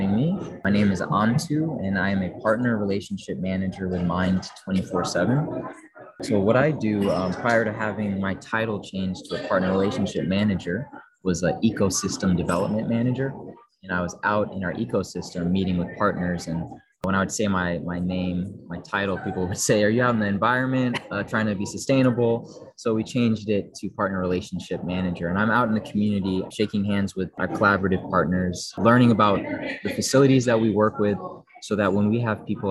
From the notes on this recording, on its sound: Live from thINc360 in Baltimore.